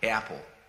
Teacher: the more north it gets, the more your A's have like a diphthong, like apple.